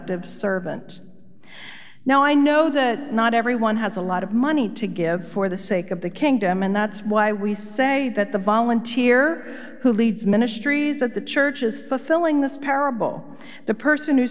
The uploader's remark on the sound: Recorded live at Beatitudes Church in Phoenix, AZ.